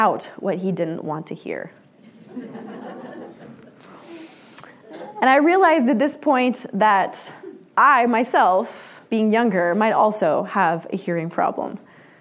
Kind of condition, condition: setting, live audience